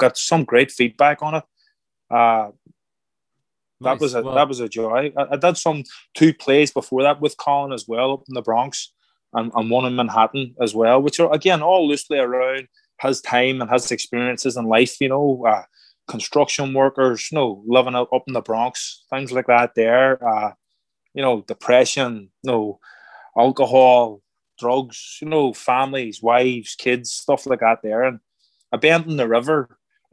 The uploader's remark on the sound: Recorded using Zoom between North London and New York City.